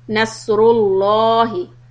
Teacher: Dhamma, like before the word Allahu, if you put a Dhamma and then continue with Allahu, will make the sound of Lam heavy